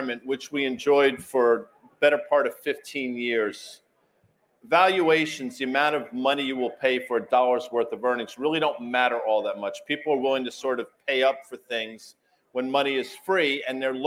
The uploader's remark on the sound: a special MRKT Call from Zeta Live 2023